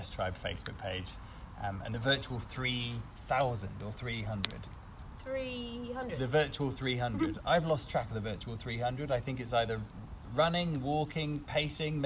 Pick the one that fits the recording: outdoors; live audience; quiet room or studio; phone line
outdoors